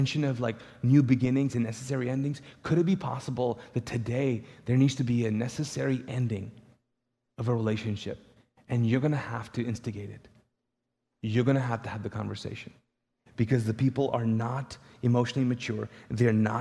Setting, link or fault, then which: setting, large echoing room